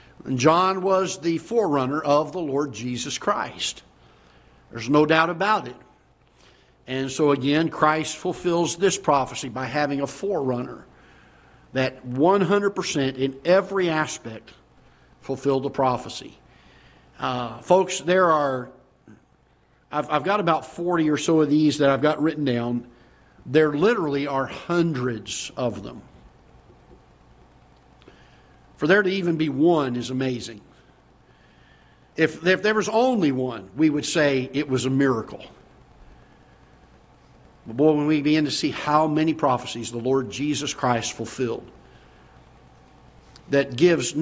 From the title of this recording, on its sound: Ketha Heights Baptist Church ~ Live Broadcast